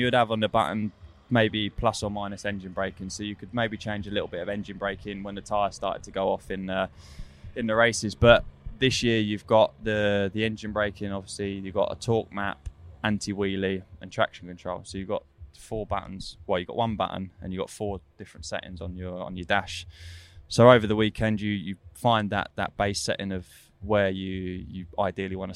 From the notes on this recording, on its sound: candid chat recorded at Donington Park